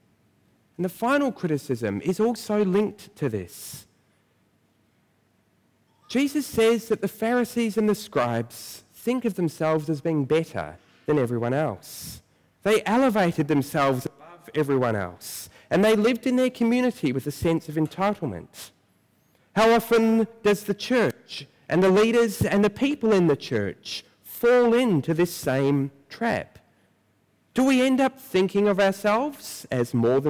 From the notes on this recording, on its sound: Preached at First Church.